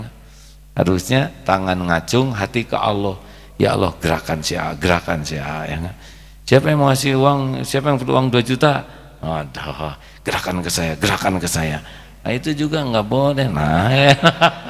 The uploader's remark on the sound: LIVE dari Masjid Daarut Tauhiid Bandung